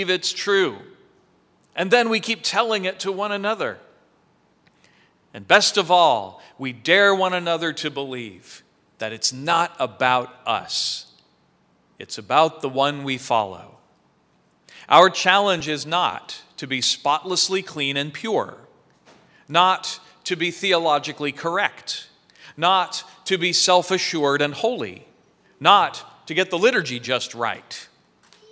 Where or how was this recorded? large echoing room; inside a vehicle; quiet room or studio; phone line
large echoing room